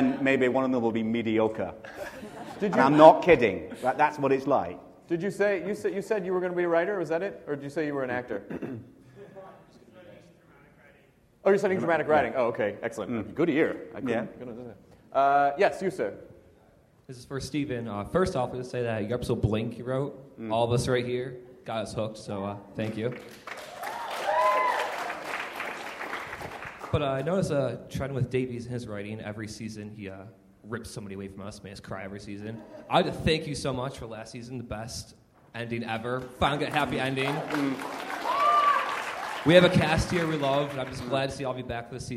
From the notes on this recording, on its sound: This is the 40-minute Q&A following sneak preview screening of the first two episodes of Doctor Who series 6 to a packed movie theater of Who fans in NY on April 11, 2011.